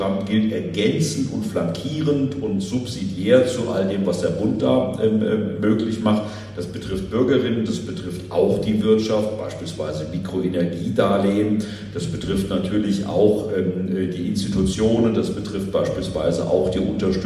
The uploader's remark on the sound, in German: in einer LIVE-Aufzeichnung vor Publikum